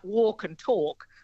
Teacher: None of us pronounce the L there · Term: L drop